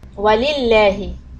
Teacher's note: Lafz jalala lam will be soft. There's a kasra before the middle lam.